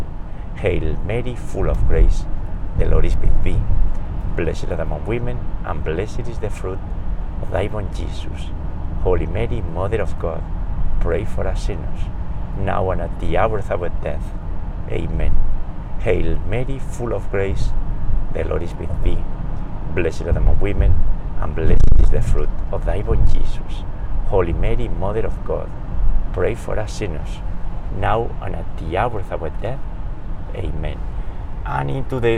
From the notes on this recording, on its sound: We pray today's Rosary while driving around New York State.